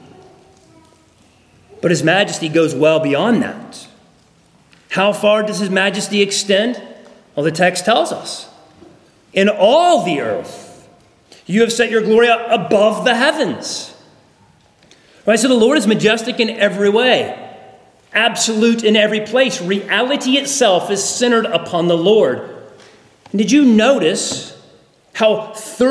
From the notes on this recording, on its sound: at Arlington Baptist Church in Arlington, Virginia